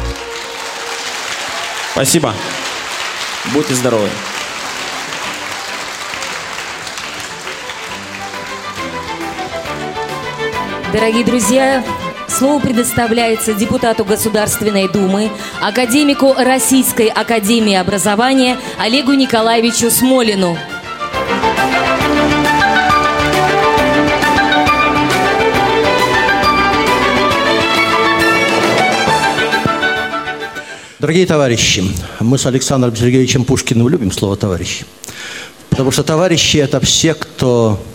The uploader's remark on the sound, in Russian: В Евпатории состоялось открытие Всероссийского образовательного реабилитационного форума «Крымская осень-2016». Предлагаем вашему вниманию аудиозапись торжественной церемонии. Запись прямого эфира.